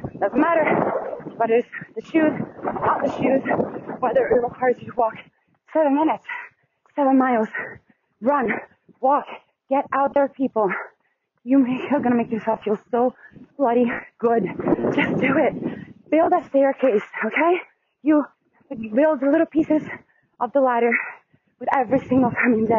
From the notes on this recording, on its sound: It HAD started as a walk, & then turned into a glorious run down the beautiful Watson’s Bay on Lizard Island. I do want to apologize for sounding so wind-disturbed and pacing breathless up and down these hills and walking tracks to and from the Bay. Do forgive me if you struggle to hear my voice through bits and pieces of this short segment, as I caught some crazy wind.